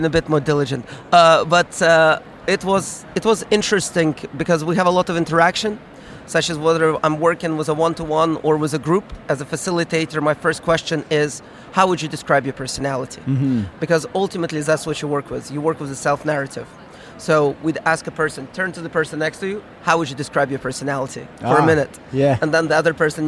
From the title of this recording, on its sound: Live from SIOP